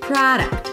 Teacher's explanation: The primary stress is on the first syllable, pra. · IPA: ˈpɹɑːdəkt